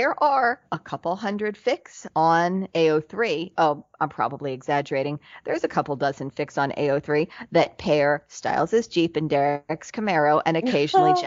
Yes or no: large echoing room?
no